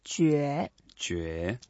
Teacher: It's the second tone, so we go up a little bit.